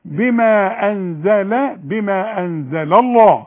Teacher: فاللام الاولى هنا مرققة، انما اللام التانية بتاعت اسم الجلال مفخمة